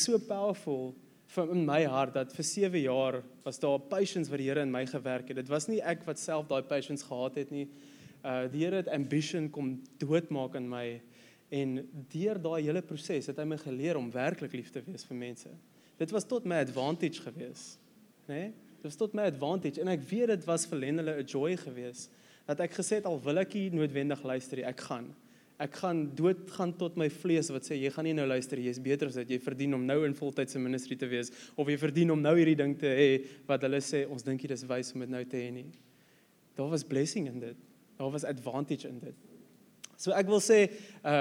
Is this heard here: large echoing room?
yes